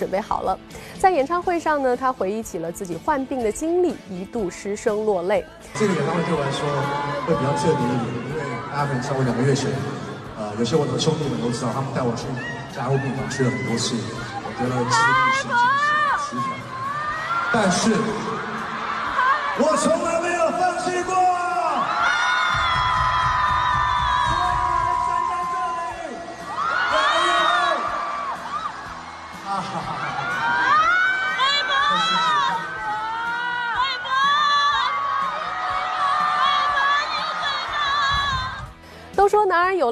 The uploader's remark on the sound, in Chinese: 现场直击声：北京国际电影节闭幕